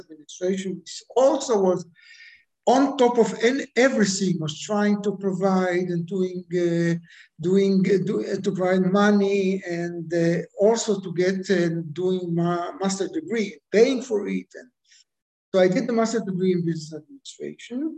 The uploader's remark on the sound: goes international via Zoom